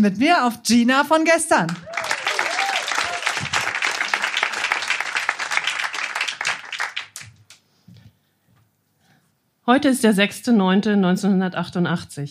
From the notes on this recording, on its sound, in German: In der achtundsechzigsten Podcast-Episode hört Ihr einige Beiträge von unserer Show vom 06.07.2023 im Baergarten des Revier Südost. Heißen Dank an den Baergarten des Revier Südost, unser tolles Publikum.